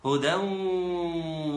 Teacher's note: الحكم إضغام بغنة، لأن تنوين أتى بعده حرف الواو